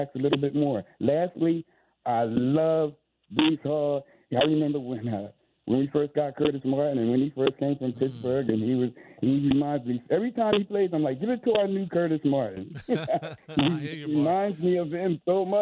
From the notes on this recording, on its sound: listener phone calls.